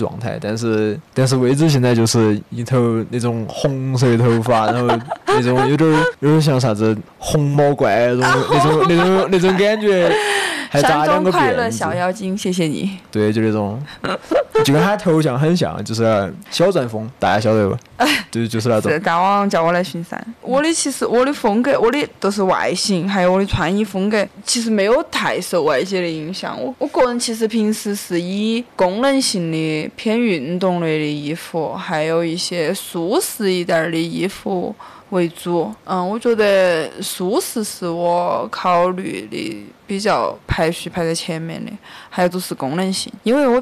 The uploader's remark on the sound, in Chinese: 本期播客在赞拉河河边录制，所以会有点杂音请各位谅解。